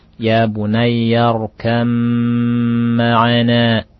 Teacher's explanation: ba dimasukkan ke mim · Term: Idgham mutajanisain sogir biguna